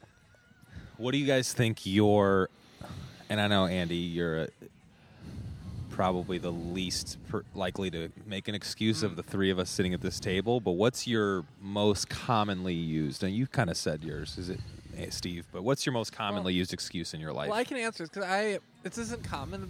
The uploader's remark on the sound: Come to you live from the patio at Canal Shores in our first podcast of the summer.